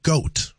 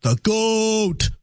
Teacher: So it starts, there's a slight rising intonation, then it's drawn out, and then it falls out. · Shown in: second take